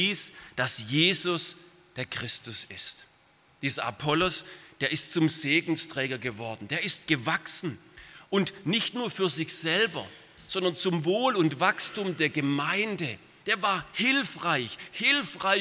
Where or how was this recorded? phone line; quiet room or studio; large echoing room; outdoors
large echoing room